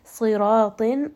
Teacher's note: So this is going to be a word that has all three heavy letters. Sad, ra, and ta, all of them are going to be heavy.